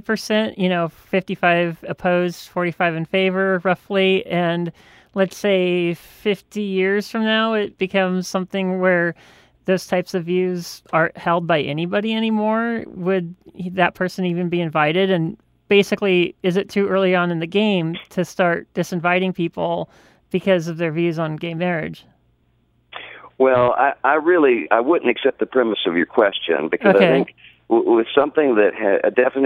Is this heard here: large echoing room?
no